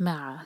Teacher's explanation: مع جو ہے دو سلبل والا ورڈ ہے، تو ما پر زور